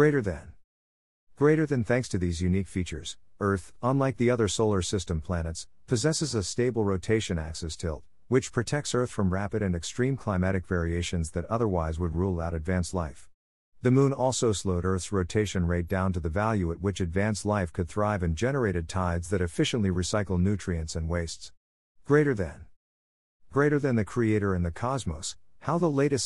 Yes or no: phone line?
no